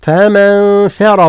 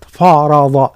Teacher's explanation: الفاء من فرض مرقة، الراء هي والضاد هي المفخمة · Shown in: first take · فمن فرض وليست فارض، فرض هكذا، فمن فرض فيهن كذلك